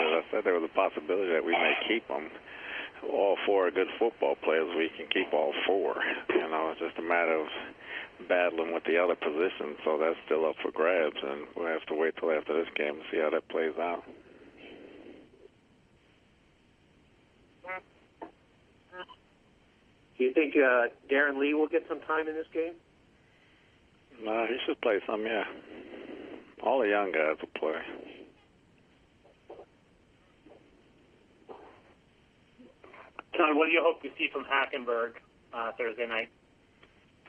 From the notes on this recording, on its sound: Conference Call. Jets HC Addresses the Media.